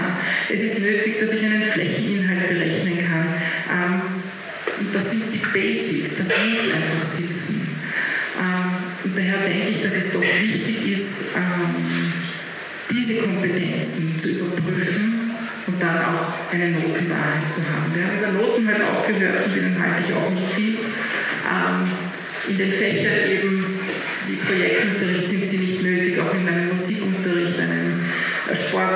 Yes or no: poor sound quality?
yes